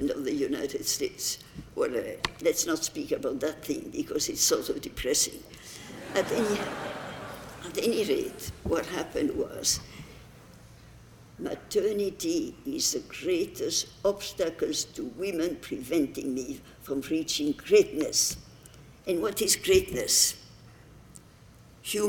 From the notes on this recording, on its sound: delivered the commencement address at the 2015 Commencement Ceremonies on May 16